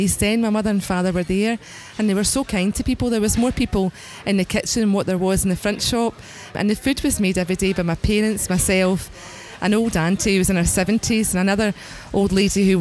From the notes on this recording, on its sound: A live recording from a special fundraising dinner at Eusebi's in Glasgow.